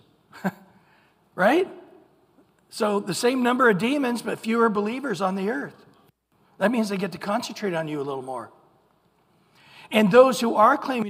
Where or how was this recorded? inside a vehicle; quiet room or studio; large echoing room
large echoing room